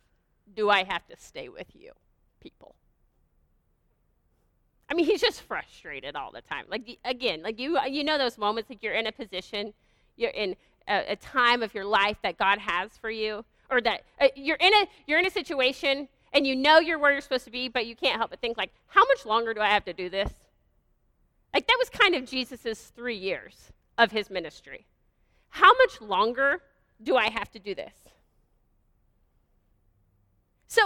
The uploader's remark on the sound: This is a live teaching done at Bykota Church service.